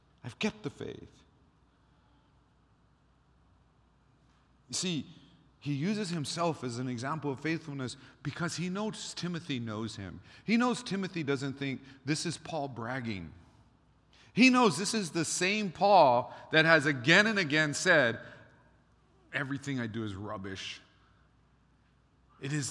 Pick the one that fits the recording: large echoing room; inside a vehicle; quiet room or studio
large echoing room